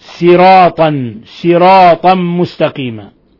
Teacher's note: قرأ قنبل عن ابن كثير ورويس عن يعقوب بالسين الخالصة